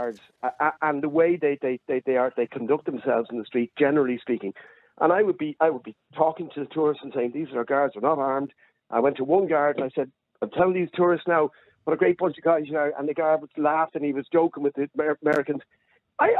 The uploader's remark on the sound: opens up the phone lines, the conversation quickly reveals a diverse array of opinions from callers.